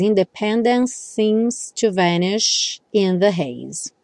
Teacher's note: E a próxima palavra aqui é seems. Então, você acaba conectando esses dois S's.